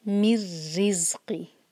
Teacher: یہ ادغام بغیر غنہ کا، ناک میں آواز نہیں لے جائیں گے، میم کو را سے جوڑیں گے.